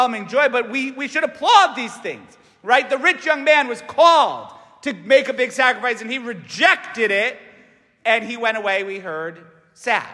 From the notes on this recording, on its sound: St Francis Catholic parish homily